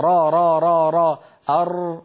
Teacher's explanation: حرف الراء لا علاقة له بالشفتين، إن استعملنا الشفتين في الراء خرج معنا أوجيم، صار الصوت أقرب إلى حرف الواو